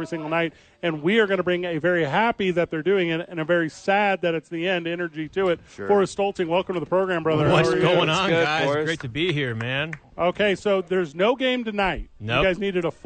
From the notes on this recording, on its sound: live from Howie's for two MNF Games